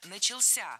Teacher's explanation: Ударение в этом слове падает на последний слог, поближе к возвратной части «ся».